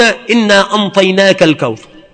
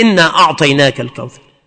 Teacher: الإنطاء، وهو قلب العين نونا إذا تبعتها الطاء · Shown in: first take · فيقرؤون إنا أنطيناك الكوثر في إنا أعطيناك الكوثر.